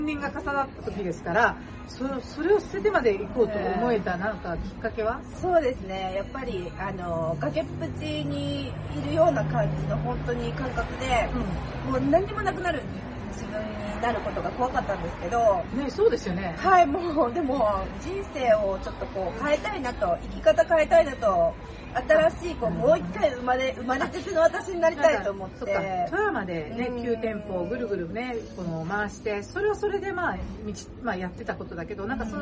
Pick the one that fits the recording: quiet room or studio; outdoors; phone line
outdoors